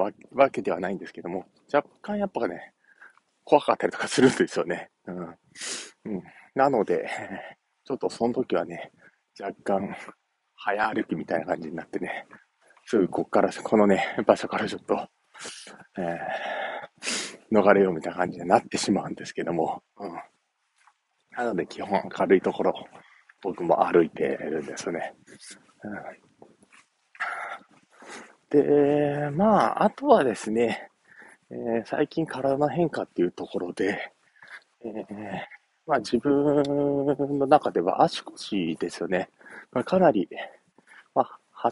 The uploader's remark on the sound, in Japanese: お散歩しながら音声配信